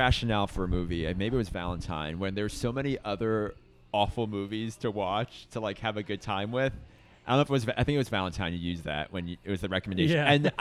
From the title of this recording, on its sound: LIVE FROM BREWERY ARS